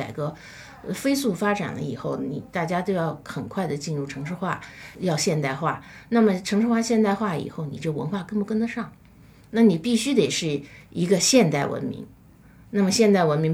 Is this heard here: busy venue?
no